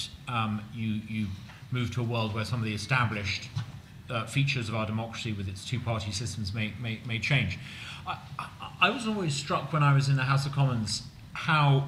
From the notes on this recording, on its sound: The first part of the conference, hosted by The New Criterion and the Social Affairs Unit